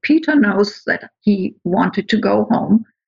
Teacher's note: after knows, you do two things. You make a little pause and you also have a change in the pitch.